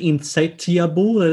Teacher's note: the T wouldn't sort of disappear into that word, into a soft sound. It would still remain quite plosive.